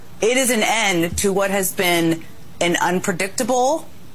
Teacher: She kind of does the vocal fry, doesn't she?